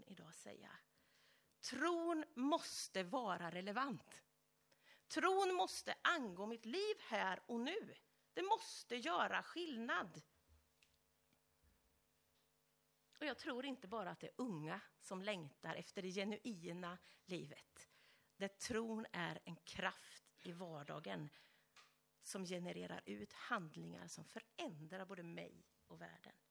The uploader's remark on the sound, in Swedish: Inspelad under gudstjänst i Löfstadkyrkan i Tranås. Vi beklagar att inledningen av predikan föll bort.